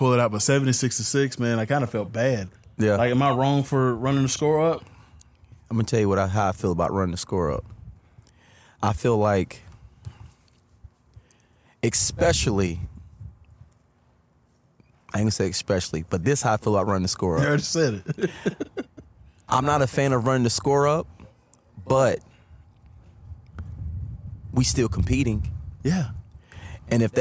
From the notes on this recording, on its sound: in this episode we outside again at The Premier Sports Academy